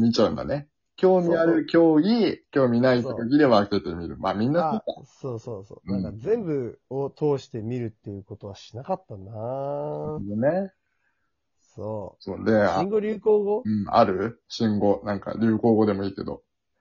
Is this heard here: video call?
yes